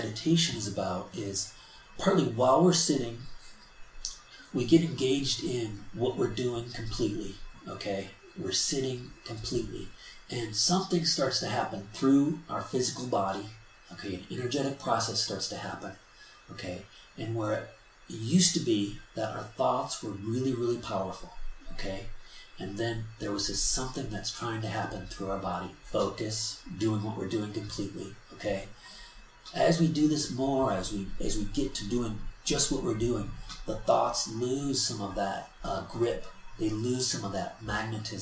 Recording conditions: background noise